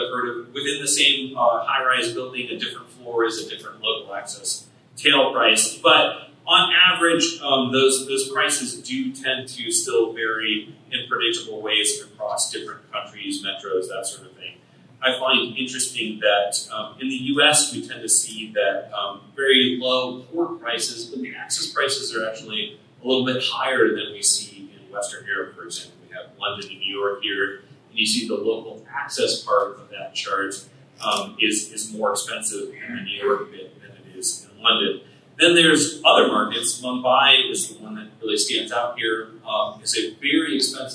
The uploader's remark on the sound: LIVE from Ohio!